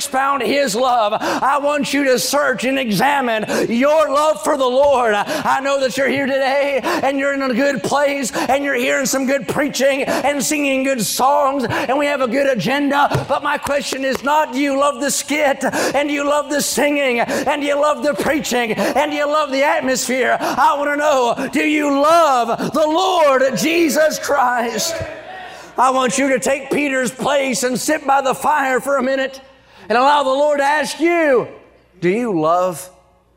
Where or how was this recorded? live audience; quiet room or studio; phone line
live audience